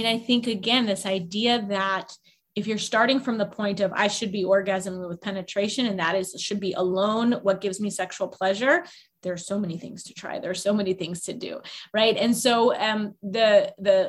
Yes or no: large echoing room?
no